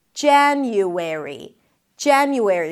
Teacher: Primary stress is on the first syllable. Even the A sound at the beginning leans towards the E.